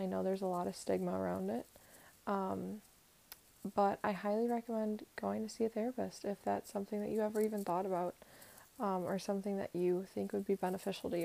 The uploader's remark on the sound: my mic was rubbing up against my sweater a little bit, so sorry!